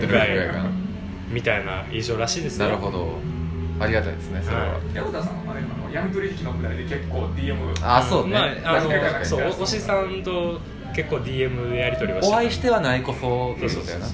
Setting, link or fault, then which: setting, busy venue